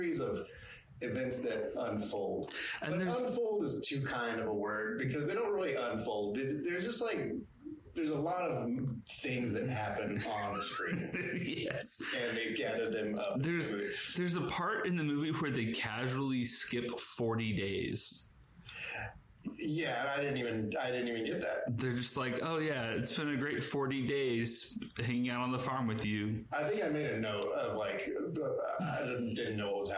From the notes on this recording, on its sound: One of our mics broke... This audio sounds questionable at best.